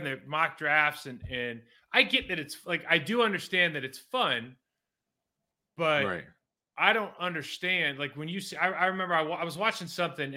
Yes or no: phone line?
no